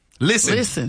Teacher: You don't hit no T in listen.